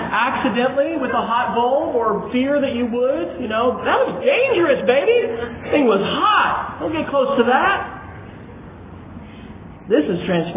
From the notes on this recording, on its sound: Opening keynote address at the 2011 TechForum in Chicago, Illinois. (The actual location of the Techforum was in Lincolnshire, IL, just north of Chicago.)